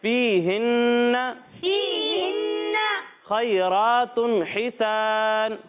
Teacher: خا کو بھی موٹا پڑھنا ہے اور را کو بھی پر پڑھنا ہے